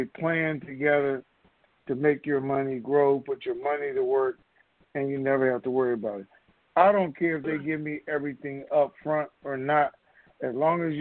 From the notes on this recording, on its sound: TNTSuperfantastic Conference Call